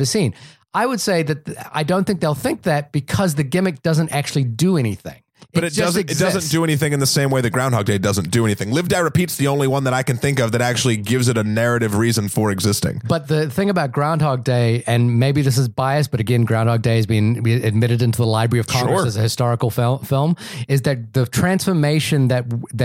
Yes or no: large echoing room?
no